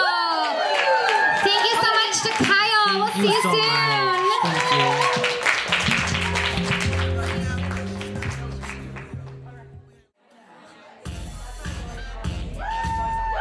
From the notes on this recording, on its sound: in this live show